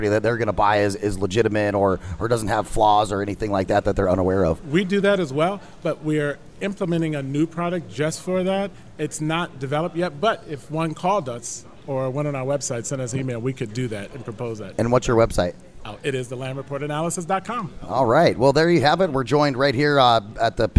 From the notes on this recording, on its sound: Join the VoiceAmerica Live events Crew as we Broadcast Live in Ft. Lauderdale Florida from the floor of the Pitbull conference.